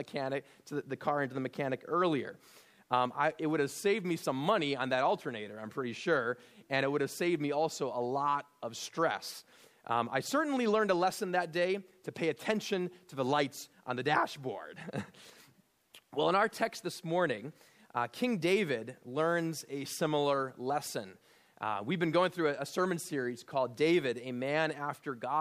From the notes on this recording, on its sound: at Immanuel Lutheran Church in Pasadena, CA